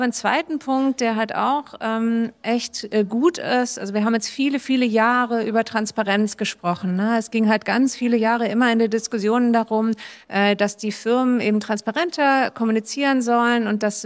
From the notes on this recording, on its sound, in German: Ein Podcast live von der SEEK. Live Podcast produziert auf der SEEK Tradingshow.